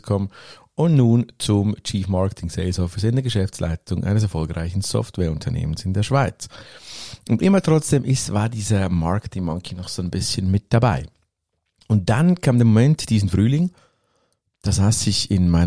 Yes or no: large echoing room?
no